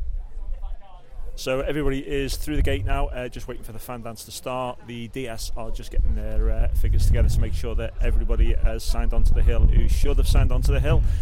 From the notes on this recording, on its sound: Recorded live at the AEE Summer Fandance 2022.